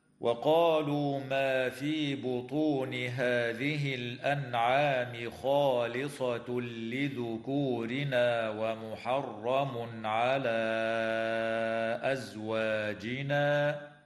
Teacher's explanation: وتمد الألف قبل الهمزة من قوله تعالى: على أزواجنا، من قبيل المد المنفصل ولا يخفى مقداره. · تظهر النون الساكنة عند العين في كلمة الأنعام، ويدغم التنوين في اللام من غير غنة في قوله تعالى: خالصة لذكورنا، ويظهر عند العين في قوله تعالى: ومحرم على.